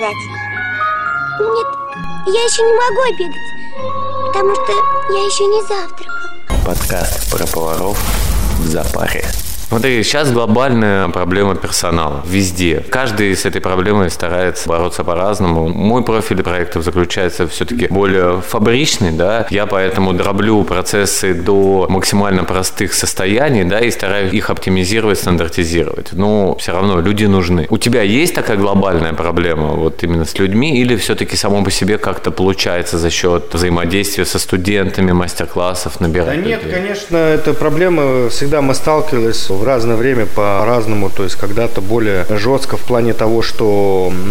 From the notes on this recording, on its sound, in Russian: Записанный на CHEFS TEAM FEST. Chefs Team Fest. Москва. Записанный на CHEFS TEAM FEST.